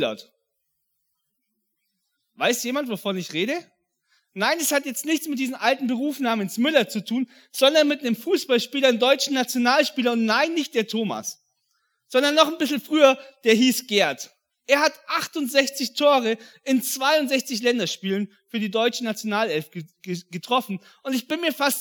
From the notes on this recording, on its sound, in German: an Heiligabend 2022 in der Life Church Ansbach